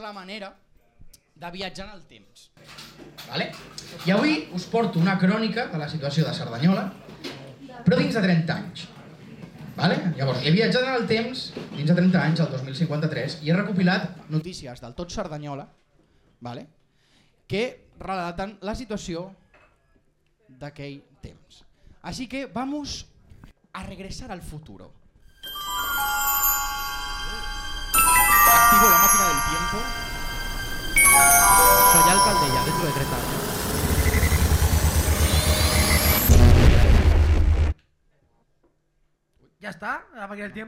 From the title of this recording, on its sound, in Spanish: LIVE en THE 1916 IRISH PUB